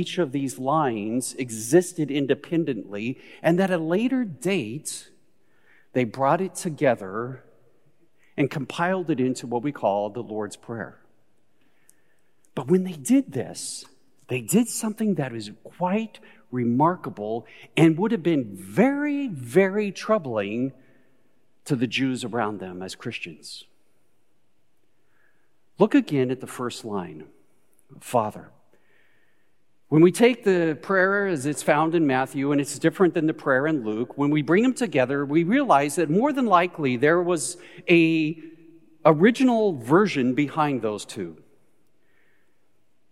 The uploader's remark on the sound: Recorded live at Beatitudes Church in Phoenix, AZ on 08/22/21